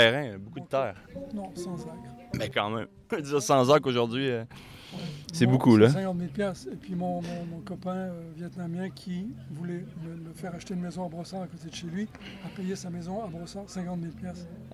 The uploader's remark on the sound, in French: Au Pop Up des Fermes et Restos. Les épisodes ont été enregistrés en direct pour vous faire revivre cette belle journée.